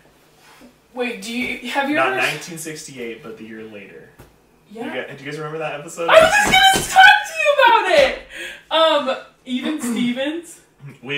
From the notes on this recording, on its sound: SNEAK PEEK Episodes are episodes we made in trying to determine how the pod would work, as such there are some less than desirable audio and video issues as well as general awkwardness.